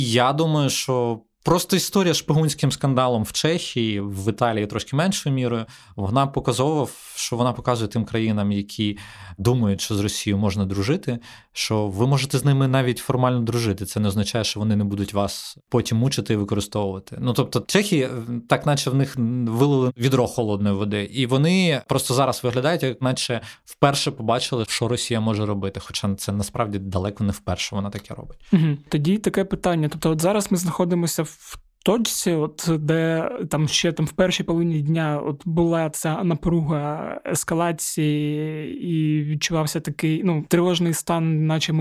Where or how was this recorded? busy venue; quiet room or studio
quiet room or studio